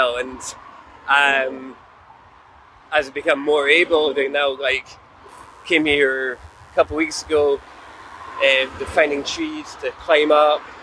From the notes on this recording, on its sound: On a riverside adventure by the Clyde. Continues their journey along the River Clyde with an afternoon cycle.